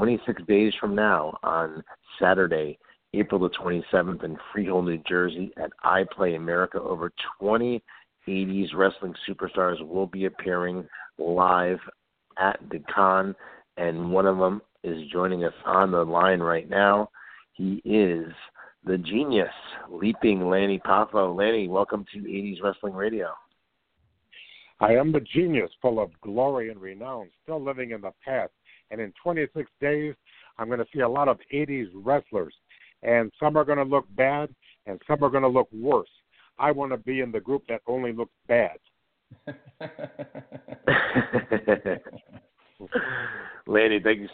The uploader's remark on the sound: we'll be taking your calls live!